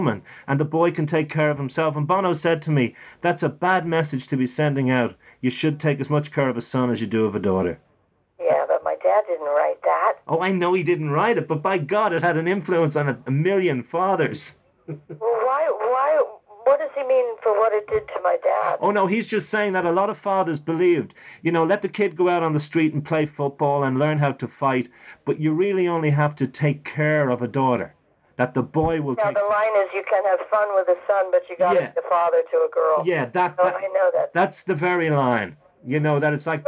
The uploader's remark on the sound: This clip comes from a phone interview